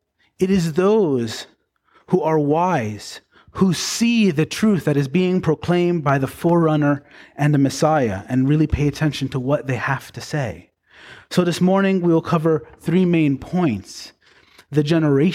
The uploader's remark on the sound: Preached on February 11, 2024, at Bethel Baptist Church in Gorham, NY.